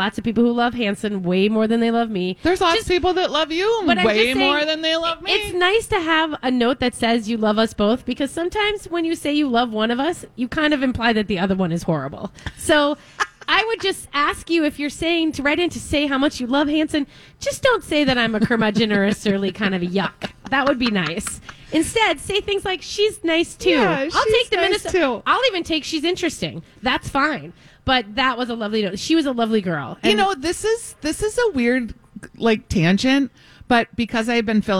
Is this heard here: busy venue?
yes